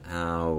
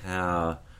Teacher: And so we have different speakers who will have their sort of dictionary form in their mind's ear, if you will, of the word being pronounced with an ow, full-blown diphthong, and then ha with a bit of schwa off-glide, and then finally ha as they go faster · Term: smoothing